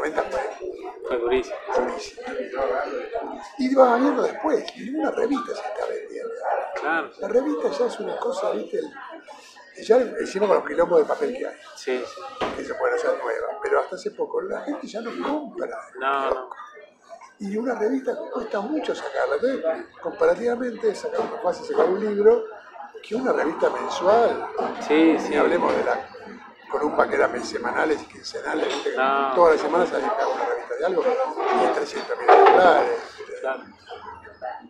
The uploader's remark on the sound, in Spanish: Disculpas anticipadas por el ruido de fondo, pero también se disfrutó mucho compartir un café con esta leyenda.